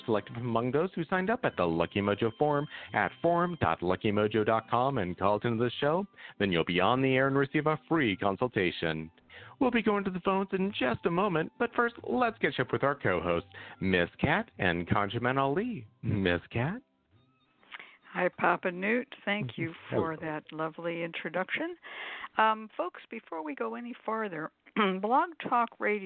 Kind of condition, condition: link, phone line